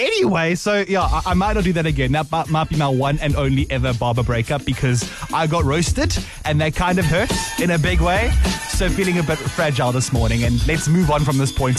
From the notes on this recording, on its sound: made the call, and recorded the conversation